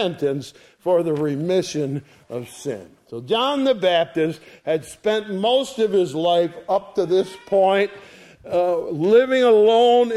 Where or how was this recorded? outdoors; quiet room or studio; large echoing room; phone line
large echoing room